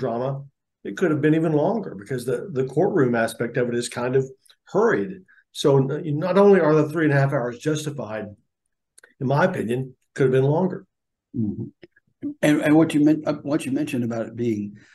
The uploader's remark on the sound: global and virtual press conference